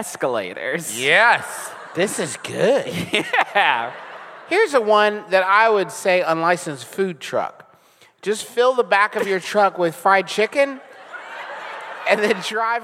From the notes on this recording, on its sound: Enjoy our recent live show from New Orleans!